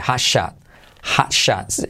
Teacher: La T de hot casi no se pronuncia